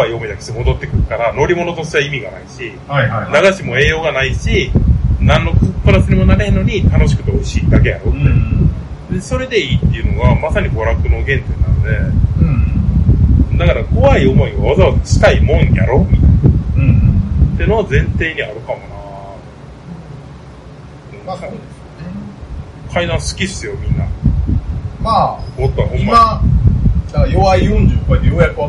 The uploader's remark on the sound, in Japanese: 公録音源にBGMが入ってしまっており、お蔵入りかと思われましたが、音質が悪いながらもバックアップが録れておりました。